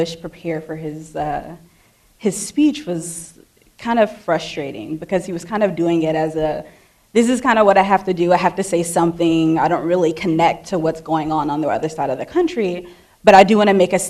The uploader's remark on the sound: Post-Screening Discussion of Film LA 92. Moderated an audience discussion on historical and political themes presented in the film.